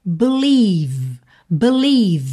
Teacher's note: esse encontro vocálico, vai soar i, gordinho mesmo, recheado, tá? Então vamos ter believe, believe, terminando o som no V, ok?